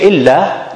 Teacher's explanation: the lam has fatha, then its mad tabi'i should last for two counts